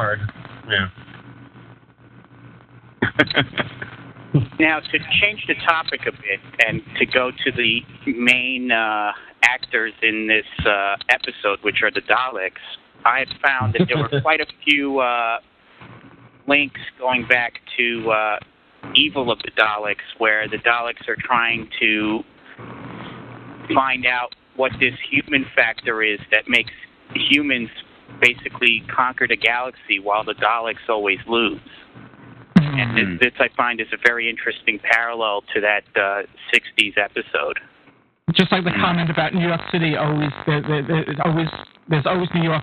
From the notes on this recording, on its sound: With live listener feedback. Recorded live on the net via TalkShoe.